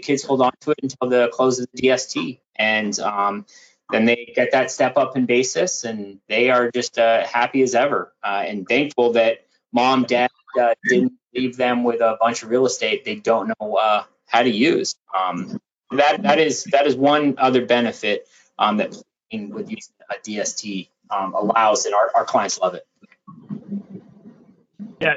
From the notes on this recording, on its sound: Recording of my August 10, 2021 Live Webinar